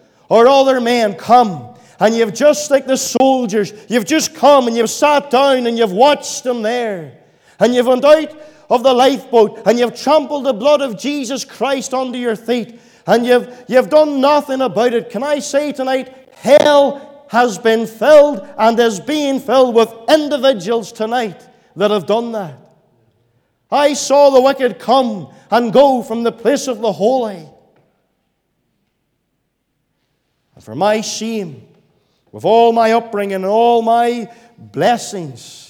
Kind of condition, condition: setting, large echoing room